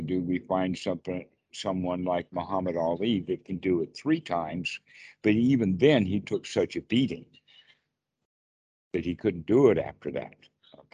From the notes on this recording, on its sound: skype calls